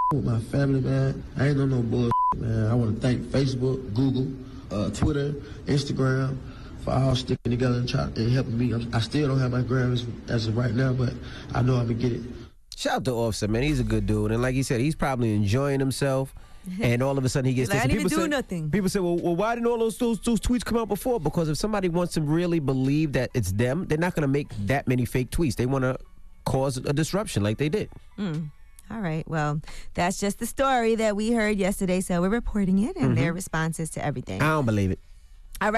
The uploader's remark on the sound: We opened up the phone lines for a chance for our listeners to nominate someone for "Donkey of the Day".